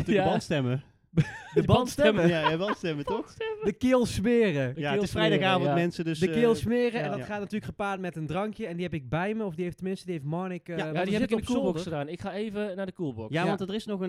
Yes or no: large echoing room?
no